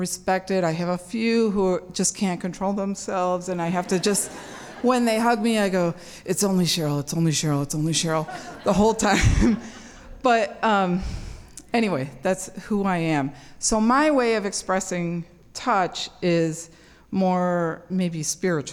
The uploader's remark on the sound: told live on stage and without notes